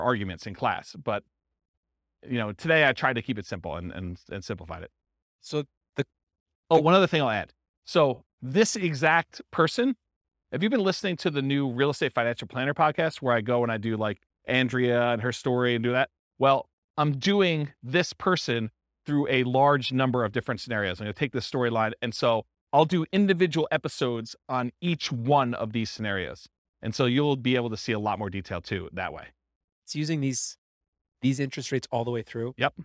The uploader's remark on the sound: This was a live class recorded